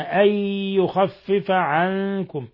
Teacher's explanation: قوله تعالى يريد الله أن يخفف عنكم، نون ساكنة جاء بعدها الياء، الحكم التجويد إضغام بغنة، إضغام بغنة، أن يخفف عنكم، ثم نون ساكنة جاء بعدها الكاف إخفاء حقيقي